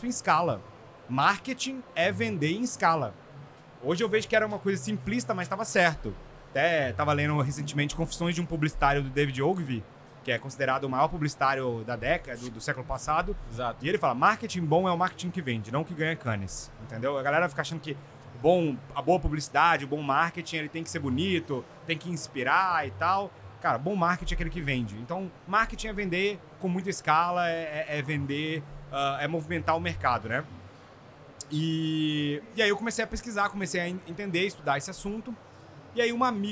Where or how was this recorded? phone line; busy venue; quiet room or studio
busy venue